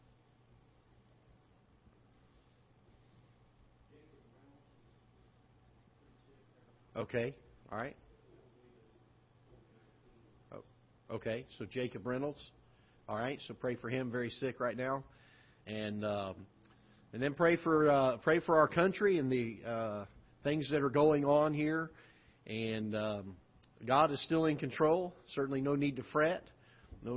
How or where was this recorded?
large echoing room